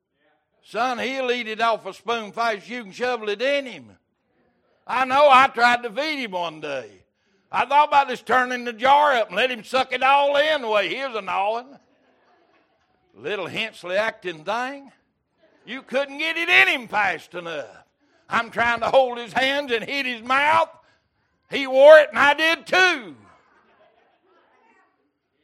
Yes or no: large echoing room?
yes